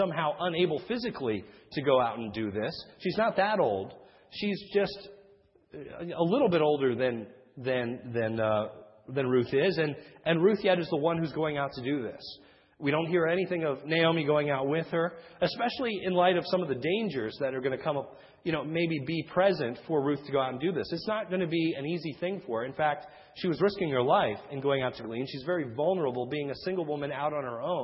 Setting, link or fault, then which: setting, large echoing room